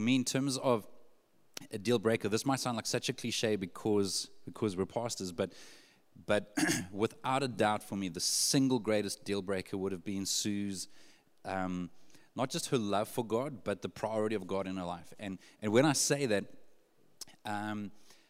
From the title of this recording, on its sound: 6PM SERVICE